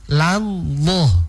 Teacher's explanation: Allah itu, Allah itu lamnya ditebalkan